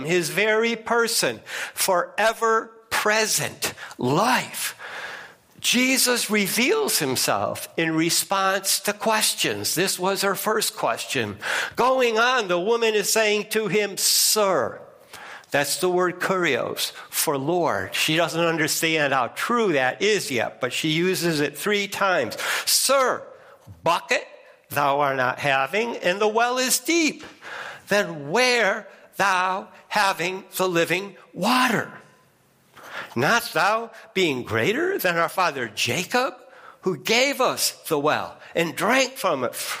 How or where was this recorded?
large echoing room